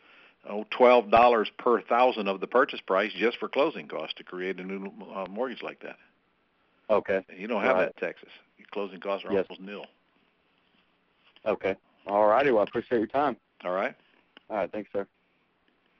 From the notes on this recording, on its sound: Q&A Call